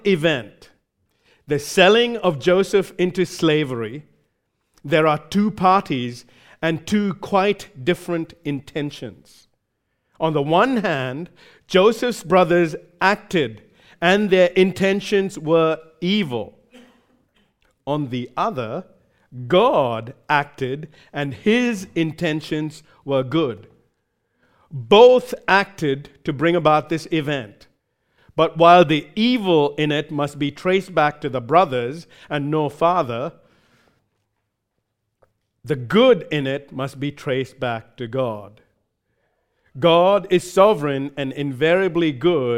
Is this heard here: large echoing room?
yes